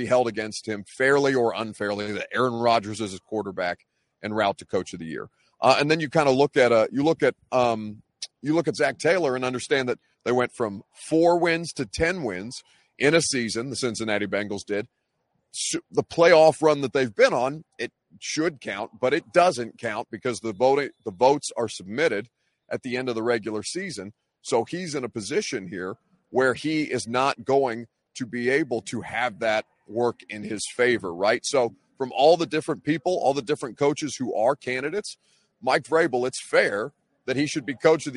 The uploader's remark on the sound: at NFL Honors LIVE from LA